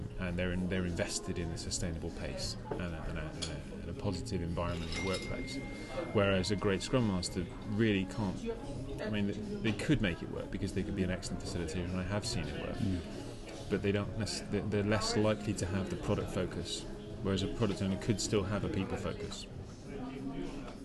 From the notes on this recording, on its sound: The Owain Glyndwr, Cardiff, UK. We stopped by a pub in the centre of name.